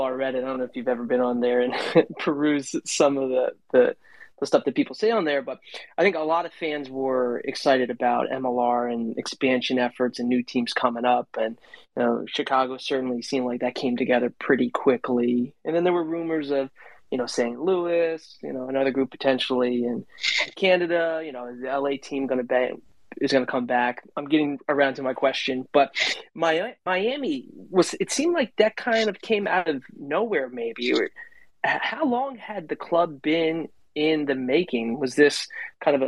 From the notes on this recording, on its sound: On this replay of Twitter Spaces' US Rugby Happy Hour LIVE